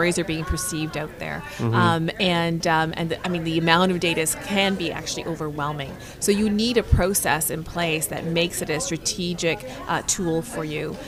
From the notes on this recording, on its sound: Podcasting live from the World PR Forum 2016 in Toronto